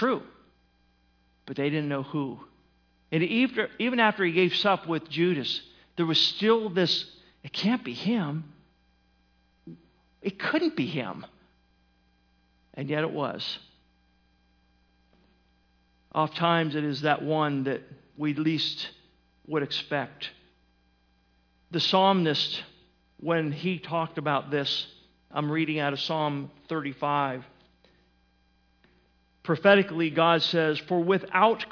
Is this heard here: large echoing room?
yes